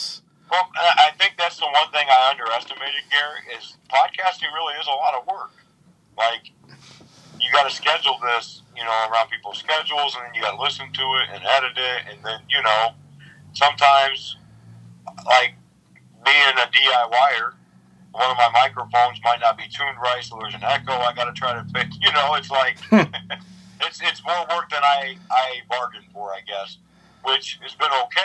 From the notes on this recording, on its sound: Recorded via phone in Grand Rapids, Michigan, and Toledo, Ohio.